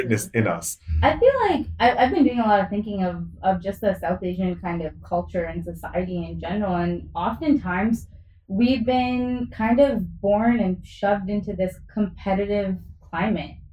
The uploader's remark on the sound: apologies for the mic issues on this episode as we tweaked some settings